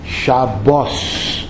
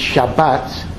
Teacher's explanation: And the Ashkenazic pronunciation of Hebrew, which is largely extinct today, it's literally not as a spoken language at all, uses the S sound instead of the T sound. · Shown in: first take · So in Ashkenazic Hebrew, we would call the day Shabbos.